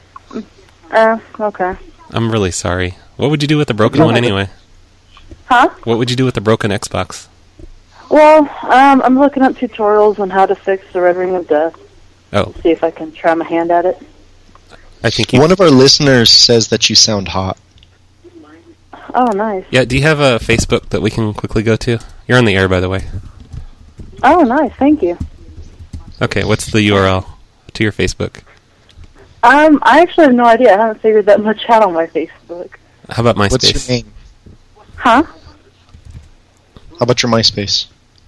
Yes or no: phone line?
yes